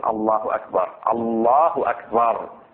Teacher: وينبغي تفخيم اللام من لفظ الجلالة والراء من أكبر